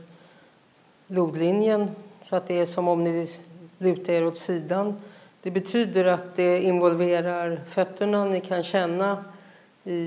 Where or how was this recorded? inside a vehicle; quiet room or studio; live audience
live audience